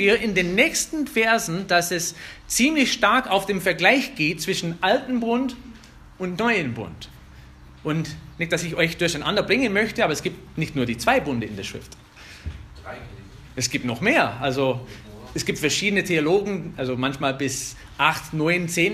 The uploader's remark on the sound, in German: Eine Predigt aus der FBG Oberpfraundorf